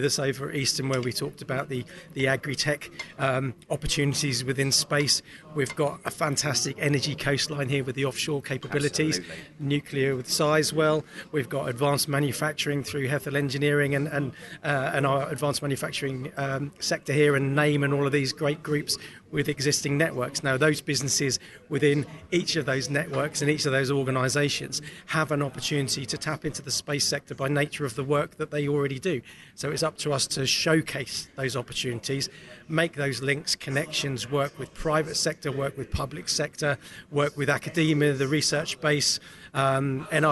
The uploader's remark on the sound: heads out to Adastral Park near Ipswich for the Connected Innovation conference